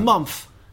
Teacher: They don't do the th sound. It comes out as a f sound.